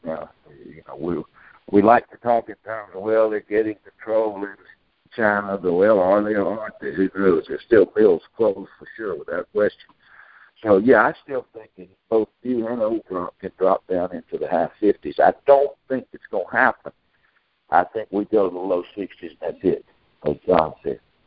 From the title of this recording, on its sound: Monthly Conference Call